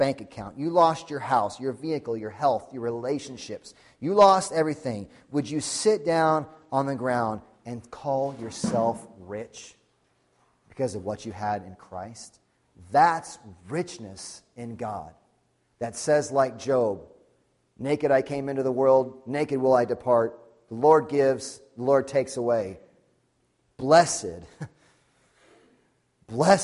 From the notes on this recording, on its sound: Sunday Morning Sermon Audio